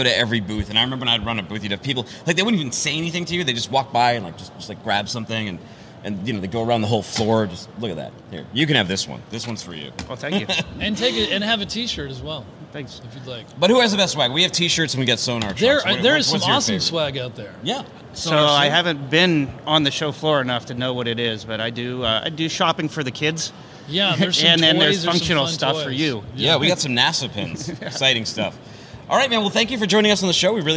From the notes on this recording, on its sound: Air Cargo 2020 Nashville. We're coming to you live from Air Cargo 2020 in Nashville.